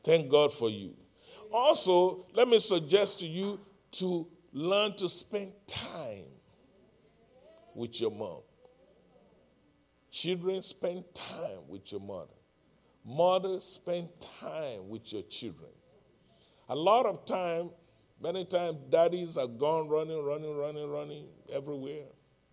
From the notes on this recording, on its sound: Live-recording.